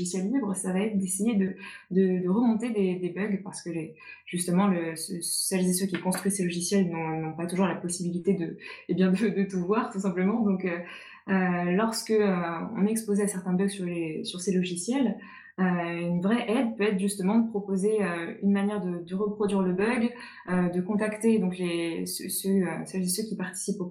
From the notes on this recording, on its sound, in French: Émission enregistrée le 11 juin 2020 sur Mumble. Sur Mumble, dans le salon La voix est libre du serveur de Picasoft.